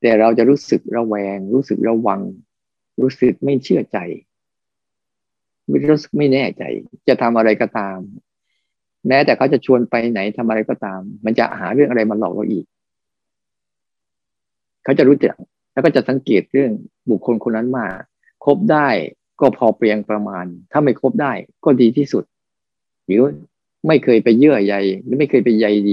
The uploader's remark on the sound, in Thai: คอร์สออนไลน์ (ผ่านโปรแกรม Zoom)